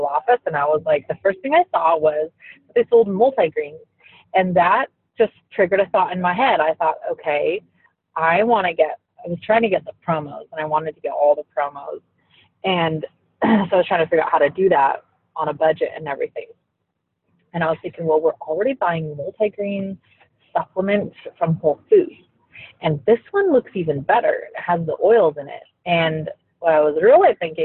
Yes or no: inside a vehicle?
yes